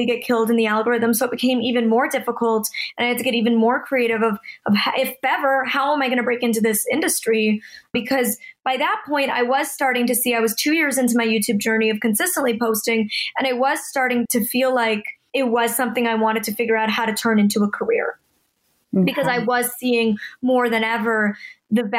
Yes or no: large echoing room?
no